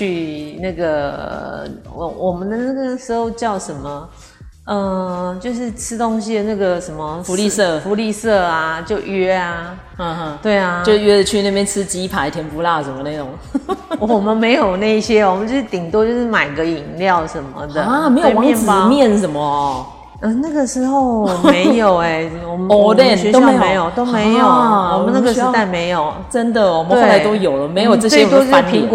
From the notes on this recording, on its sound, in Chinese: 本次錄音地點是社區健身房(空曠音請包涵)